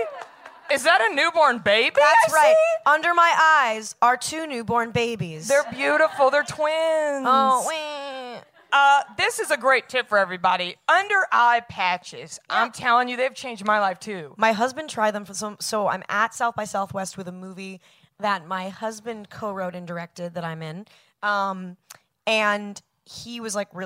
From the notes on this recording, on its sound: LIVE at SXSW. Live on the SXSW 2018 Podcast stage.